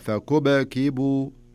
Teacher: طيب شوف في قوله تعالى فكب كيبو، شوفي الباء هنا ساكنة صح؟ إيه في السكون هذا اللي في الباء الأولى نخليها تقلقل شوي